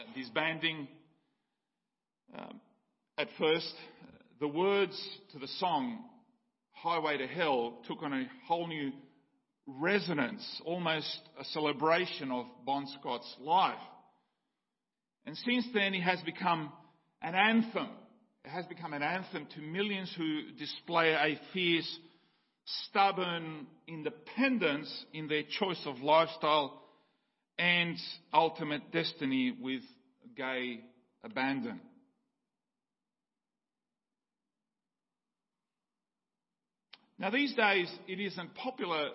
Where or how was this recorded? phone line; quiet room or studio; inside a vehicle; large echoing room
large echoing room